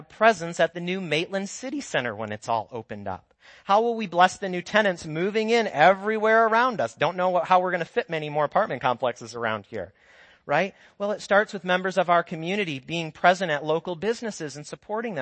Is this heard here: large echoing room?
yes